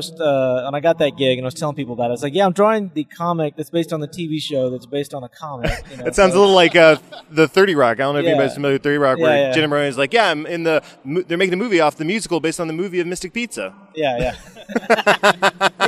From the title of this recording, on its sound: at Dallas Fan Expo 2018